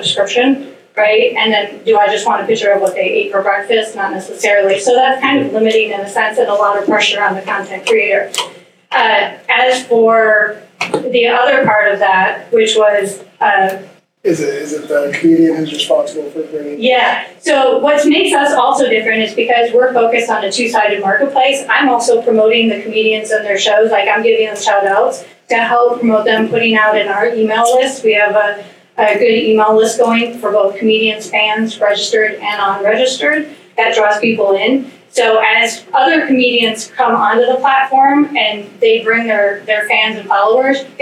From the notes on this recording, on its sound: a replay of the CavnessHR Pitch competition hosted by Washington Maritime Blue